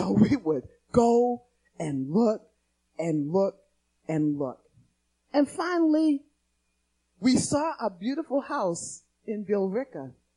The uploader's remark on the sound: Recorded on 2016-02-28 at the 08:30am Service